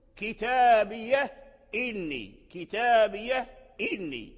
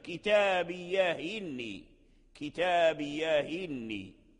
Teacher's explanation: بين إسكان الهاء وقطع الهمزة، وبين تحرك الهاء بحركة الهمزة وحذف الهمزات · Term: النقل